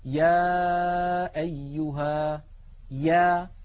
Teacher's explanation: الياء أيضا من وسط اللسان وأن المخرج غير منقفل وأن أقصى اللسان قد انسفل وانخفض إلى أسفل منطقة أقصى اللسان.